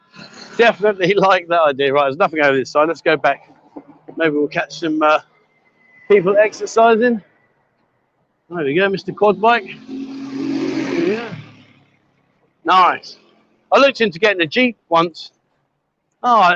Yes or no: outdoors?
yes